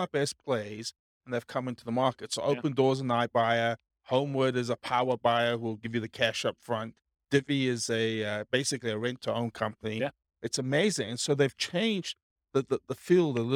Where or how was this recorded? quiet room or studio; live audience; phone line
live audience